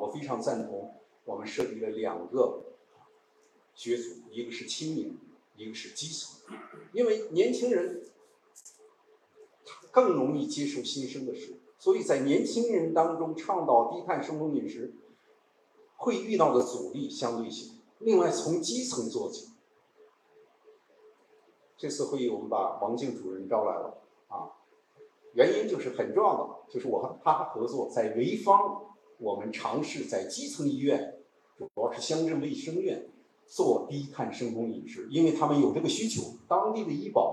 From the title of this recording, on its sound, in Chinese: 低碳医学与技术产业协会筹备会现场采访